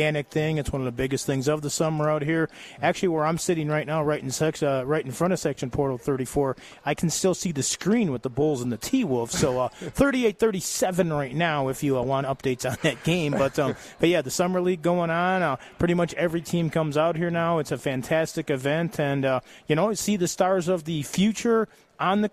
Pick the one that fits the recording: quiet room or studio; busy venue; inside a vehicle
busy venue